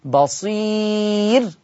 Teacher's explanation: أما آخر لفظة معانا كلمة بصير بالعباد، فالراء مضمومة وقبلها ياء مادية، ففيها ترقيق الراء وصلا، والكلام ده يختص بورش. أما وقفا فهي مرققة لجميع القراء